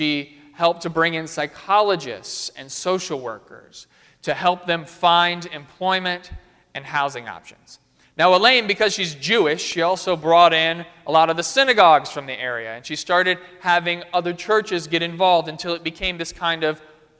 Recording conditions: large echoing room